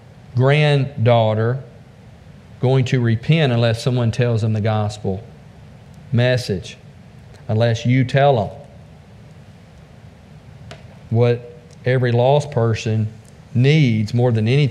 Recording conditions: large echoing room